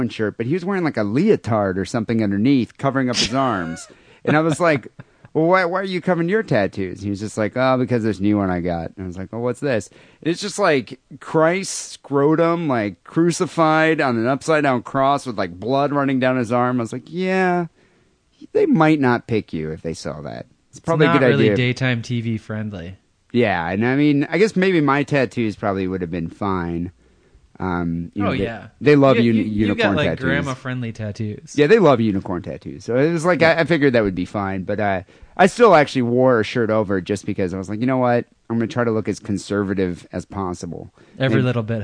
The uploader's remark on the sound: Phone calls